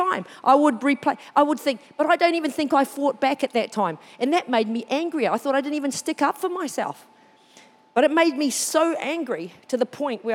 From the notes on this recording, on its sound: This was recorded during our 9am service.